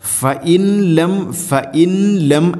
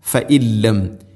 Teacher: അടുത്ത ആയത്ത് ഫഇൻ ലം തഫഅലു ഫഇൻ ലം തഫഅലു ഫഇൻ സാക്കിന നൂന് ശേഷം ലാം ഇദ്ഗാം ബിലാ ഗുന്ന മണിക്കാതെ കൂട്ടിലയിപ്പിക്കണം · Shown in: second take · അപ്പോൾ ഓതുന്ന സമയത്ത് ഫഇൻ ലം ഫഇല്ലം, ഫഇൻലം, ഫഇൻലം അല്ല, ഫഇല്ലം.